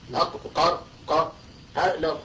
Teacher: فذكروا من حتى الصوت يعني، فذكروا أو ذكر بعضهم أن حرف القاف هذا أق الذي ننطقه في القرآن أق قار قا، هذا الحرف بهذا الصوت مهموس